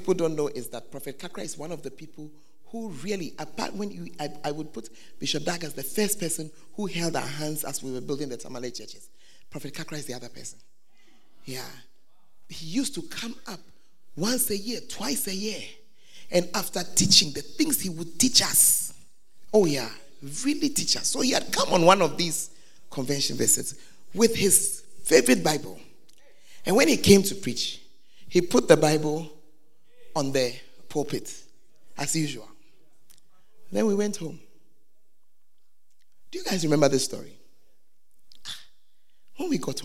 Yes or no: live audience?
yes